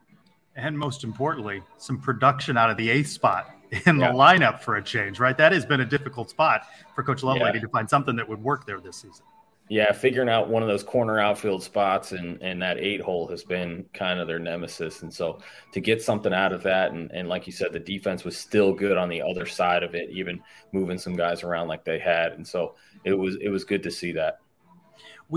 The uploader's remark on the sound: LIVE from the Celeste Hotel on the UCF Campus